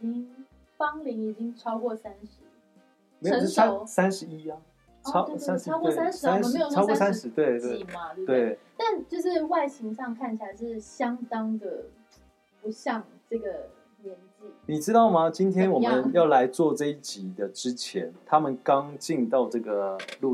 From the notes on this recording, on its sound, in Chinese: 這集的收音出了一點小問題，請各位聽眾多多包容